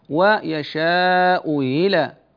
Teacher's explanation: تسهيل الهمزة الثانية بينها وبين الياء